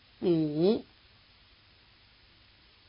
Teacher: Five has the low tone. Be sure to take it down as low as you can go.